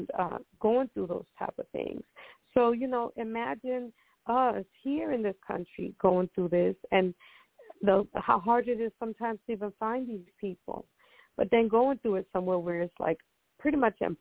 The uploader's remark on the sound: Those who call in will form a panel